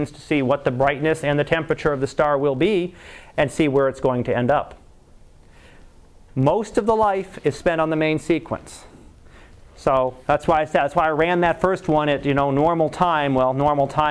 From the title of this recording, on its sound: Live Class Lecture